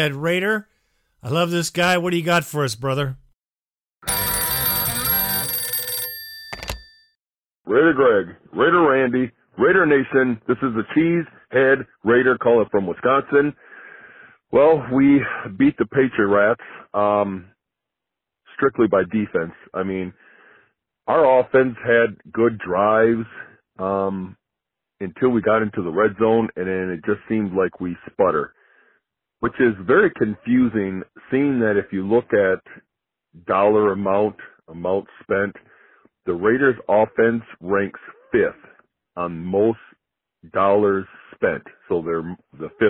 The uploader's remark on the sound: Raider Nation “Boneline” Call-in Segment